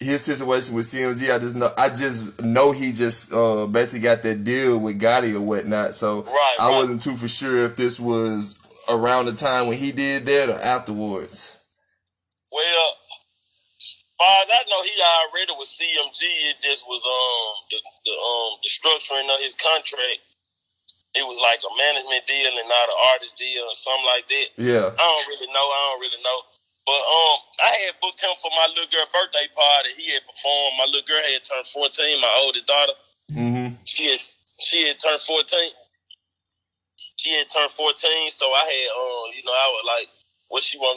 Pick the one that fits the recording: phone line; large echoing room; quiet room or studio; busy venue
phone line